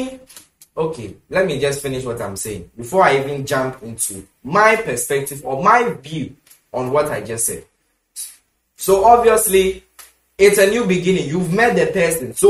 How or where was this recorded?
large echoing room